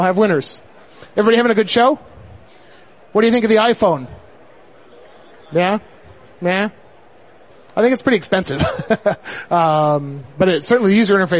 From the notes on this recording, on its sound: OS X Hints at Macworld Expo 2007. Live recording from the 2007 Mac trade show.